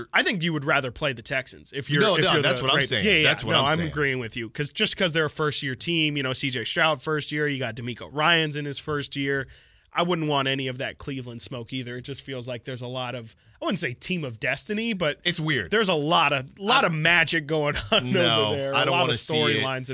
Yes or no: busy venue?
no